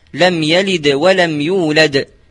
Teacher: غير أن المتتبع للأمثلة يجد أن هناك فرقا بين القلقلة الكبرى في الحرف الساكن والحرف المشدد، ولذلك انقسمت القلقلة الكبرى إلى قسمين: قلقلة شديدة، وتكون على الحرف الساكن من حروف القلقلة عند الوقف، نحو: لم يلد ولم يولد.